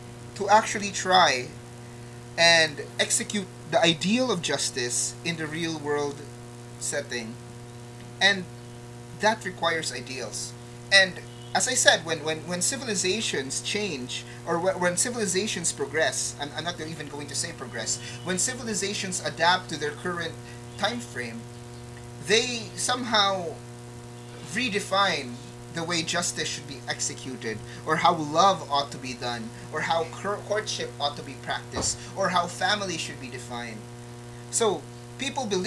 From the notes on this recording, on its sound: Apologies in advance for the audio static.